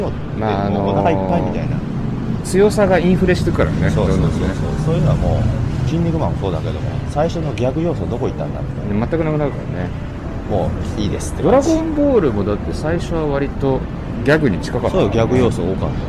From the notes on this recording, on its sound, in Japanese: 浅草橋駅の北側の神社を巡ります。屋外ロケのためお聞き苦しいところがございますがご勘弁ください。今、浅草橋駅の東口。